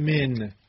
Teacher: هم میم هم نون الان صفت غنه داره